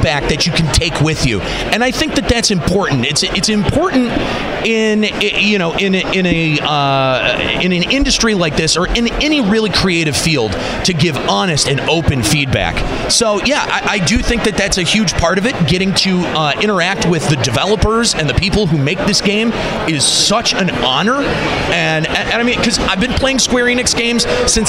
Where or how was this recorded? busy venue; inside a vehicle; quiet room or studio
busy venue